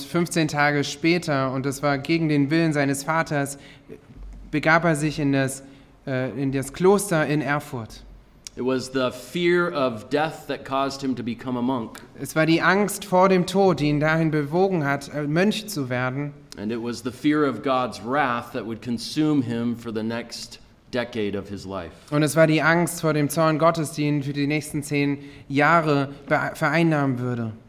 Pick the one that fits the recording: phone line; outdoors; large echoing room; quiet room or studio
large echoing room